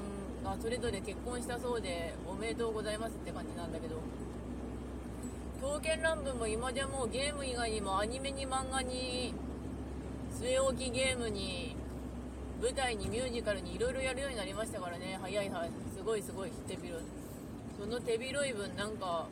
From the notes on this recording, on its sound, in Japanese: 運転しながら帰り道の配信 from Radiotalk。